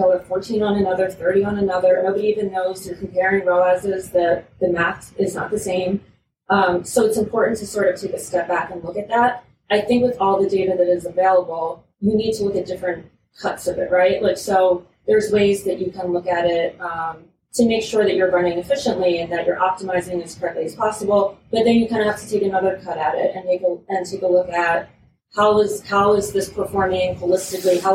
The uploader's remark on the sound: This episode was recorded in January at CES in Las Vegas, NV.